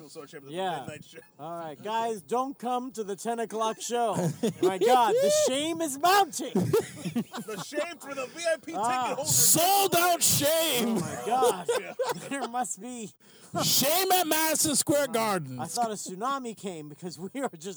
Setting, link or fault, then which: setting, inside a vehicle